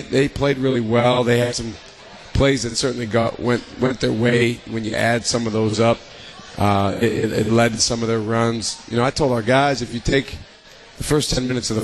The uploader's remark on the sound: LIVE from MOTOR Bar & Restaurant